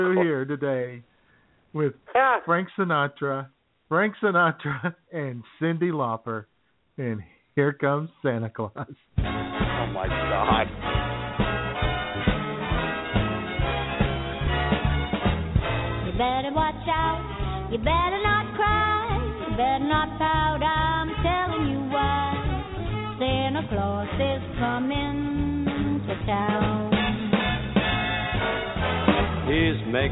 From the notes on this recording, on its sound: YOUR phone calls.